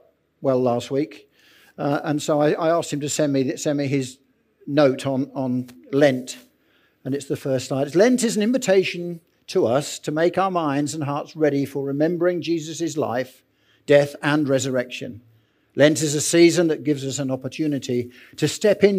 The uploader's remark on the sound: Recorded Live at Central vineyard, Northampton, 5th March 23